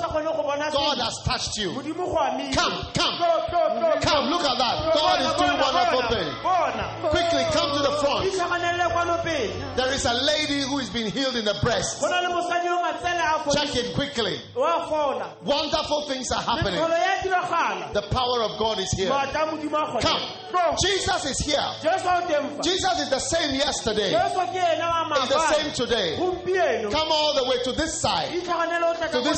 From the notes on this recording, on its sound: Preached at a Healing Jesus campaign in Vryburg - South Africa.